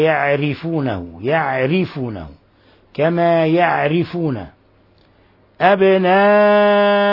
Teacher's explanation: ينبغي أن نعتني بترقيق الراء وإخلاص الكسر